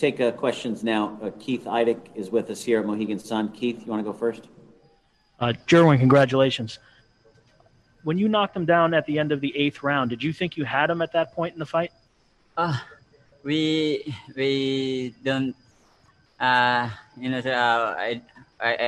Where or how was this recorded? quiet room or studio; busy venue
busy venue